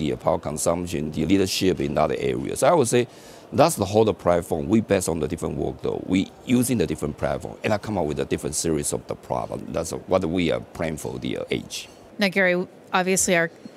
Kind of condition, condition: setting, busy venue